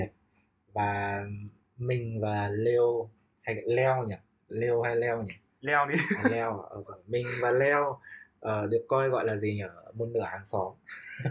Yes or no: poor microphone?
yes